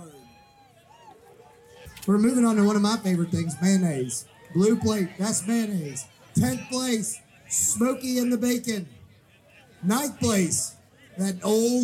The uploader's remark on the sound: LIVE at Hogs For The Cause 2019. Join me as I wander around the always incredible Hogs for the Cause Charity BBQ Festival.